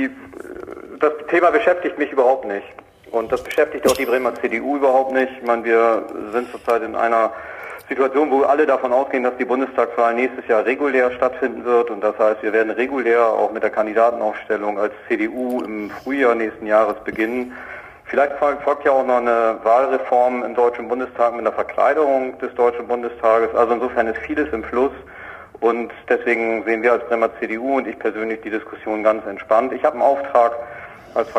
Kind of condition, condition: link, phone line